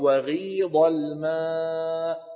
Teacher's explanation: إذن هذا الصوت صوت فرعي فيه ضمتي مع الكسرة، ماشي الحال؟ الإشمام في قيل وبابه هو خلط الكسرة في أول هذا الفعل وما ماثله بالضمة، وجزء الكسرة مقدم.